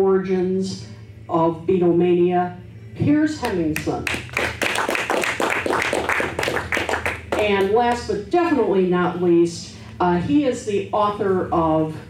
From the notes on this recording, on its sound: The special Talk More Talk panel features the popular "Wrack Our Brains" game in front of a live audience. Fields questions from the audience.